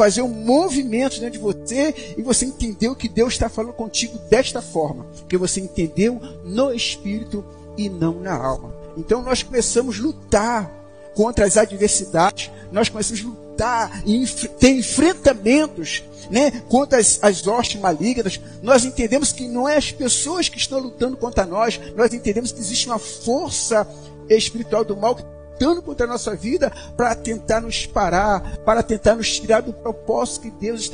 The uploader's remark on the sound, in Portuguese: Áudio da mensagem ministrada no Culto da Vitória realizado na Quinta-Feira, 11.04.2019 na Igreja Cristo Salva Campinas.